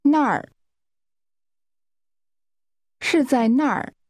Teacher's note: 那儿 is pronounced with a falling tone.